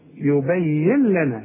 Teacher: عندي نون بعدها لام. يبين لنا هنلغي النون يبين لنا ادغام كامل